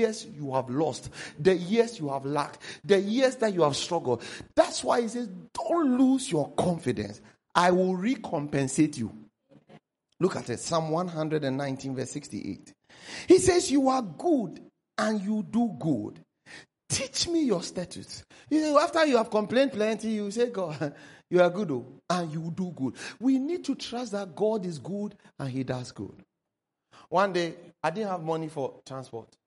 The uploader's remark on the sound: preached at The Faithlife Church, Ghana-Tema Community 3 Site A.